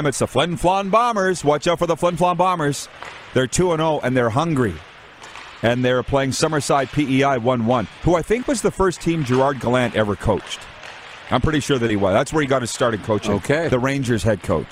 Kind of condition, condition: setting, busy venue